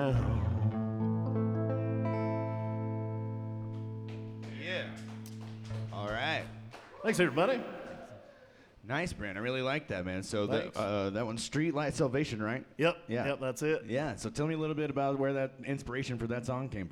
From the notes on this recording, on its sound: This is a special episode recorded at Western Sky Bar and Taproom in Englewood, CO.